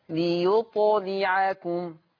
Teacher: ننتبه الى ليطلعكم قلقلة الطاء وكسر اللام